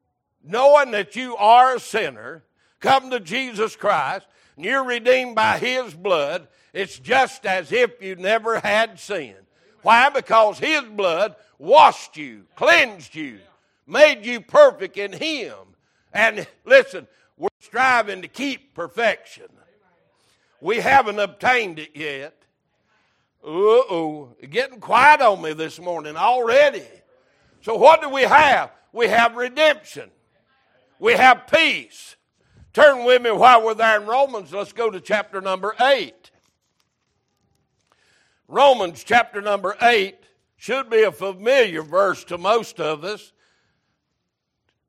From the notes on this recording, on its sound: Sunday Morning Service